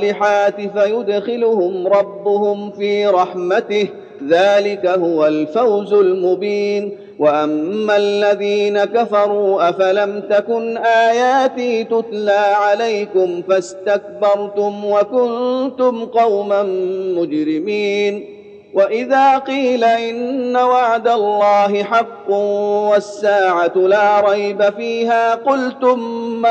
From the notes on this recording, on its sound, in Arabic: تراويح المسجد النبوي 1411. من صلاة التراويح بالمسجد النبوي لعام 1411.